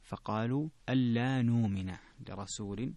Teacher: نؤمن فيها الإبدال لورش والسوسي لأبي جعفر